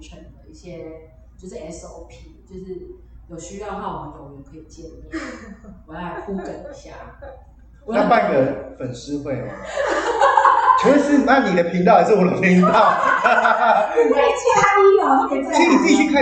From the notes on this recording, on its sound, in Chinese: 有聽眾朋友反應這集的回音較大。因為當初在場地判斷上的疏忽已經盡可能用手上的軟體去調整但效果還是不如預期。